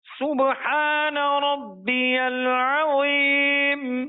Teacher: لام پر ہم تھوڑا سا آواز کو معمولی سا روکتے ہوئے آگے بڑھیں گے